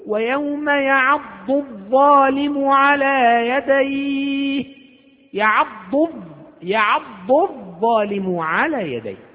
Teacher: ثم اللام هذه لام شمسية فتضغم في الضاء، فصارت الضاد تنطق بعدها الضاء مباشرة، الألف لا تنطق لأنها همزة وصل. واللام لام شمسية تدغم في الظاء